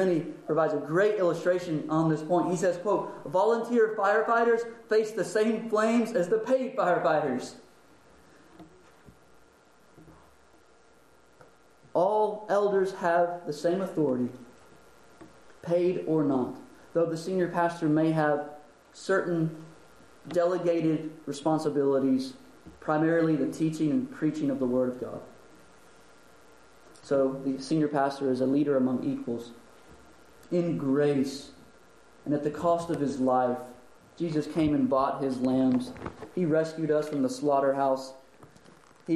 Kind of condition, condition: setting, large echoing room